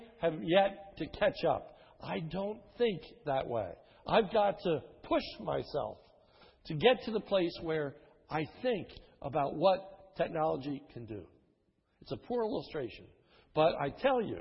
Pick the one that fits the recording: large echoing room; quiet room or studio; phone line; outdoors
large echoing room